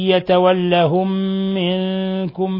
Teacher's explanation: ومن يتولهم منكم فإنه منهم، يتولهم منكم إضغام 2 صغير، ميم ساكنة أضغمت في الميم المتحركة فصارت ميما واحدة، يسمى إضغام 2 صغير مع غنة من الخشوم.